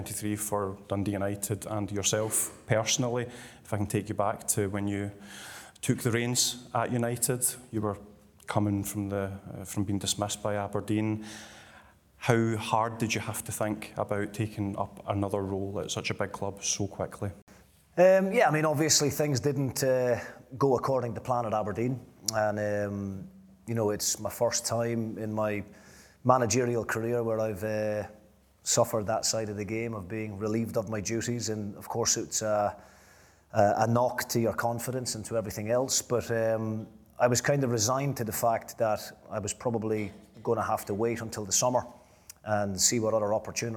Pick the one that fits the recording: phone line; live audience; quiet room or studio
live audience